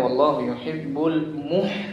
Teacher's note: Mematikannya wallahu yuhibbul muh gitu aja, bukan muah.